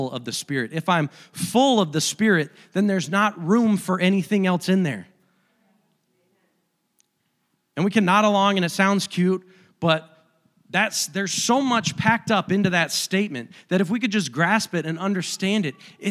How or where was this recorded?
large echoing room